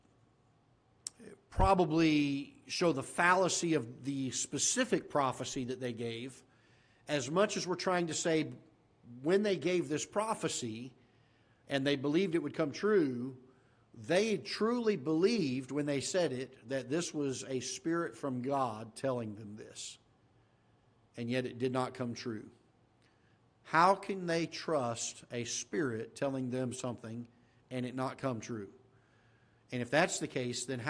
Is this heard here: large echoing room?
yes